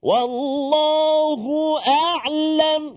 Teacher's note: maknanya mula-mula hamzah lepas tu ain kan? Mula-mula hamzah kemudian ain. Jangan bunyi dua-dua hamzah.